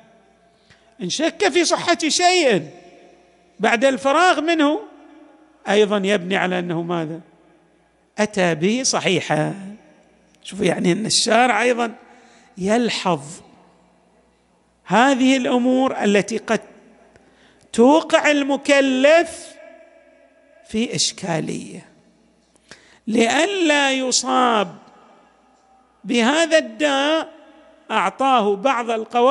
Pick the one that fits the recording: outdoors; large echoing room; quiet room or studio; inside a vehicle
large echoing room